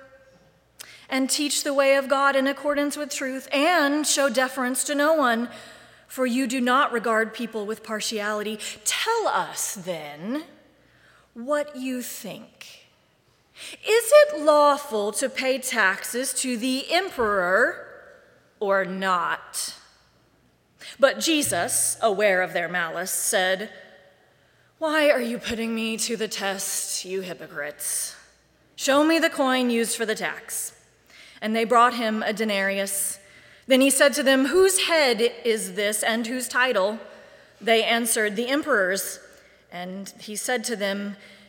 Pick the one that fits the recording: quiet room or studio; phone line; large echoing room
large echoing room